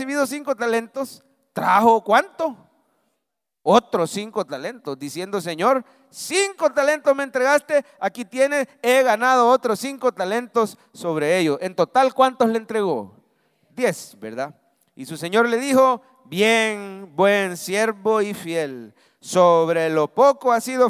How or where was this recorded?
large echoing room